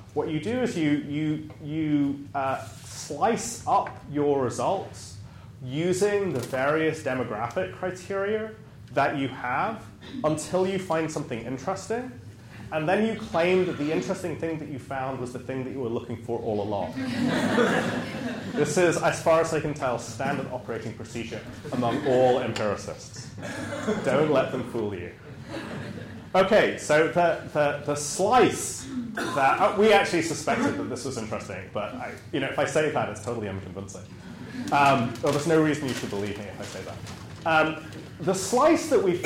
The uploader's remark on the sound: Recorded on May 5, 2015, as part of the Chicago’s Best Ideas lecture series.